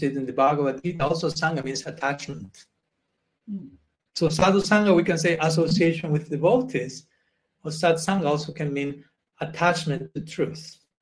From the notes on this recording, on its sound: Apologies for the technical difficulties which cut this exploration short.